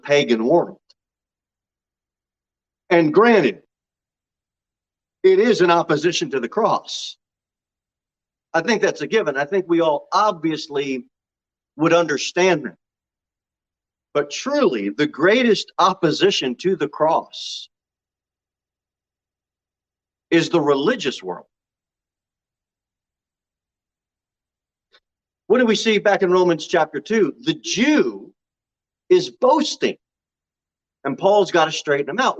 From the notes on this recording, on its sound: Sermon delivered at Pilgrim Baptist Church on Sunday, June 12, 2022 at 11:15 am. Jere Whitson Rd.